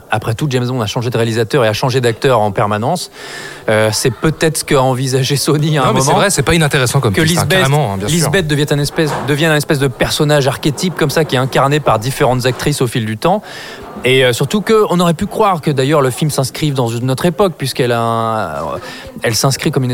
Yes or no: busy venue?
yes